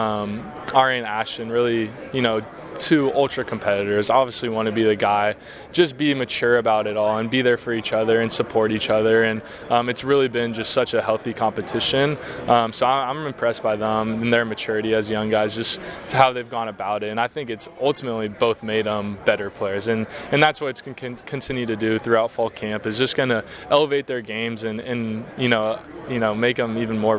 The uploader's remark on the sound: Live from Pac-12 Football Media Day in Las Vegas